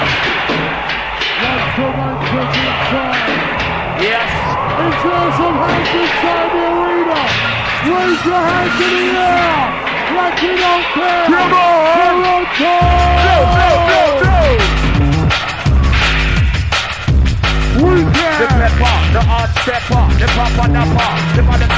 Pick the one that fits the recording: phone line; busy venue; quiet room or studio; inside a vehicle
busy venue